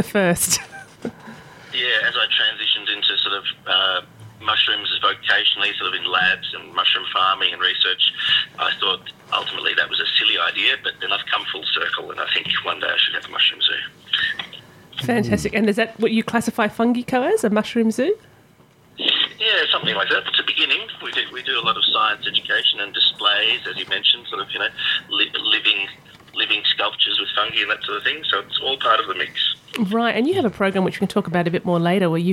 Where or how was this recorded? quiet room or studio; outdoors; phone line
phone line